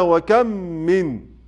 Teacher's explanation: الميم في قوله تعالى وكم من، وكم هذه ميم بعدها من، الميم الأولى زي الميم الثانية مخرجا وصفة، ما فيش خلاف بينهم · Term: التماثل